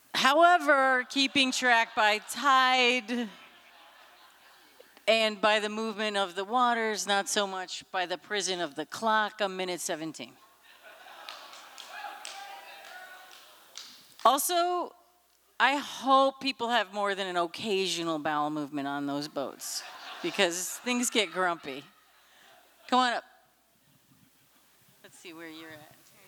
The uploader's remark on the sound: From the 2023 FisherPoets Gathering, Umpteenth On-Site Poetry Contest. This recording was made on Saturday, February 25th, 2023, at the Liberty Theatre in Astoria, OR as part of the FisherPoetry Archive Project.